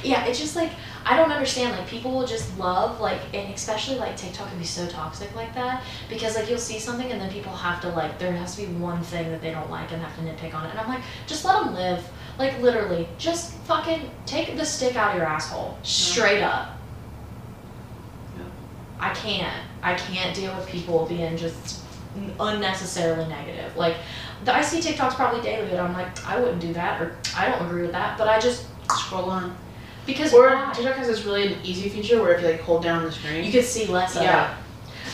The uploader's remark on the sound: Ran out of storage on my MacBook. If the audio sounds weird its because I had to pull it from the video.